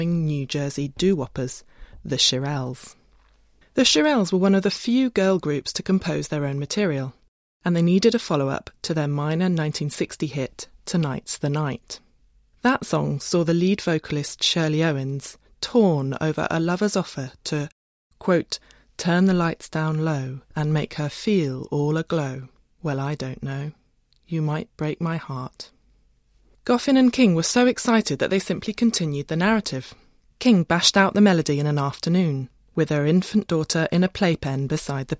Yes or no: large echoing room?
no